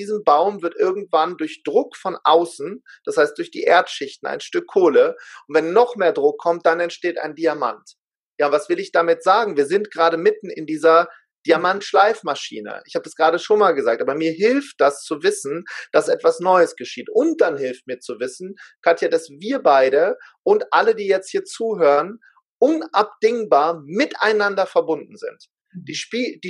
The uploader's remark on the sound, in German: er war live und in Farbe mit mir im Zoom